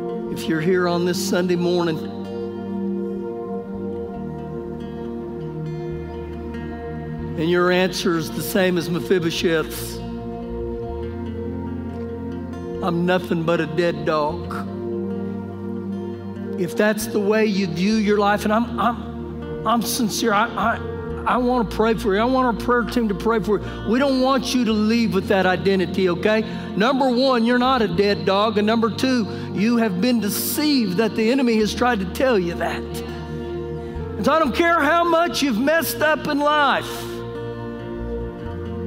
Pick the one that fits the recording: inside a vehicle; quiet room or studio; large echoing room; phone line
large echoing room